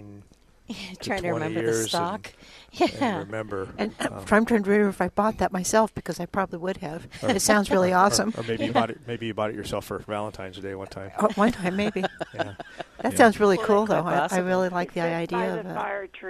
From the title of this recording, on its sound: Live at Prairie Gardens 2-12-22